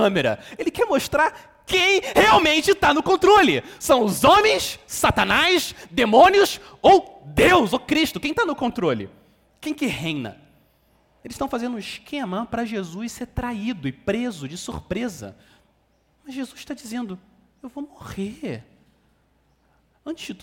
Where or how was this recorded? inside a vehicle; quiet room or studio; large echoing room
large echoing room